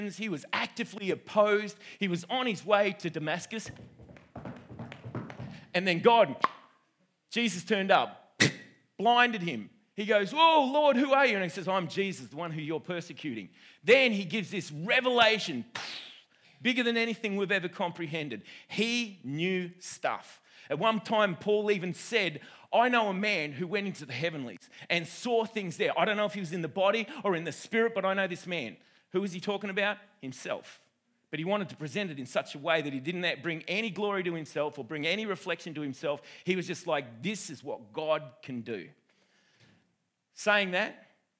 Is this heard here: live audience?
yes